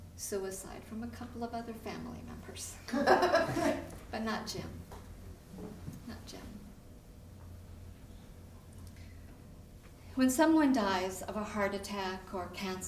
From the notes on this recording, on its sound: on stage at the Columbia Center for the Arts for live storytelling with Portland Story Theater